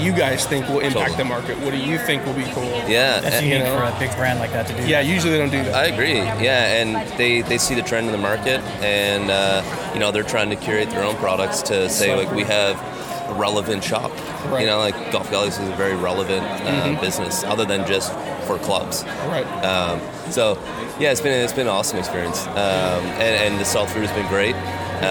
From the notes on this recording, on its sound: Las Vegas PGA Show Interviews. I was a little nervous about how the audio would come out, but that’s is why you invest, heavily at times, in solid equipment! We had a blast walking the floor of the show at the Venitian and at the last minute, I decided to grab our audio recorder and bring it along. The audio came out great.